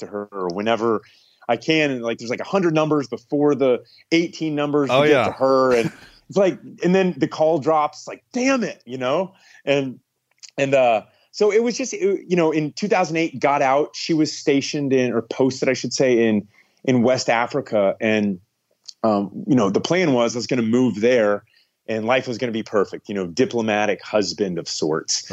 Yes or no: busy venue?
no